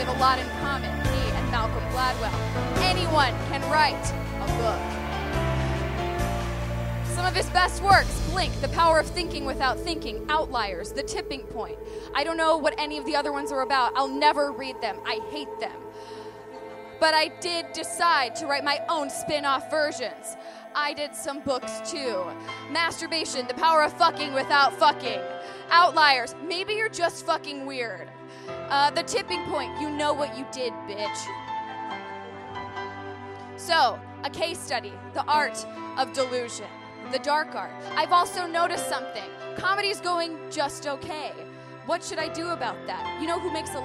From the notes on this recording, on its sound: Recorded Tuesday, June 6, 2016 at Union Hall. Recorded Tuesday, June 6, 2016 at Union Hall.